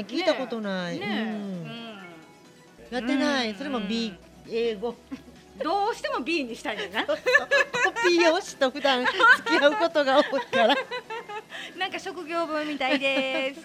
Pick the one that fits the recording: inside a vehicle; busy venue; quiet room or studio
busy venue